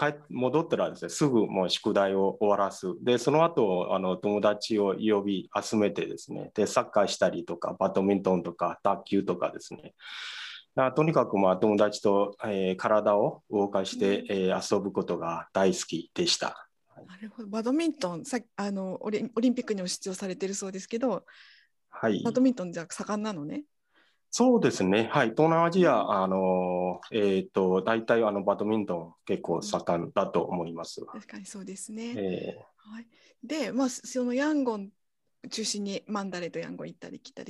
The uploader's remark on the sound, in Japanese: 収録場所： オンライン (Zoom)